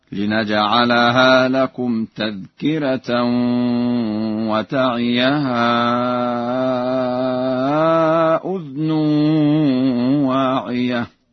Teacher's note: قرأ ورش بإسكان الذال